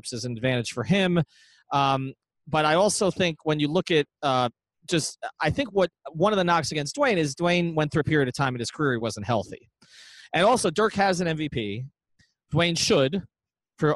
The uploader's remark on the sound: Live From All-Star Weekend